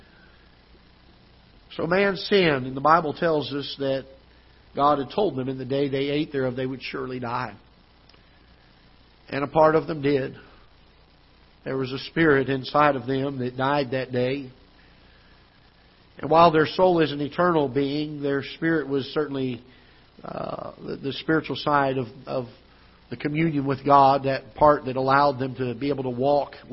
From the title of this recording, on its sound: Ketha Heights Baptist Church ~ Live Broadcast